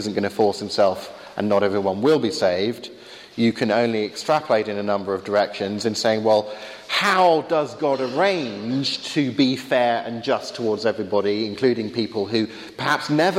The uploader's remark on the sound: Wide ranging Q&A time with students at Highfields Church Cardiff, 2012.